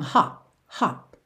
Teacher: a gente quando fecha os lábios para fazer o P, já encerra o som